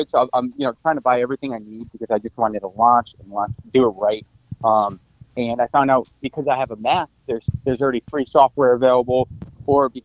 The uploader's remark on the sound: called in and took over the show